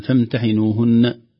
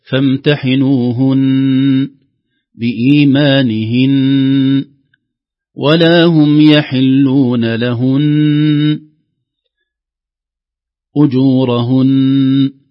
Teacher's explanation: إنما الوقف بنون مشددة، والنون المشددة فيها غنة مقدار حركتين · Shown in: second take · نقف هكذا فامتحنوهن بإيمانهن ولا هم يحلون لهن أجورهن، ويحذر حذرا شديدا من نزع اللسان من مكانه مخرج النون لأنه يحدث قلقلة، لو قلنا لهن هكذا يعني تحركنا اللسان بسرعة أو بقوة من مكانه سيحدث قلقلة.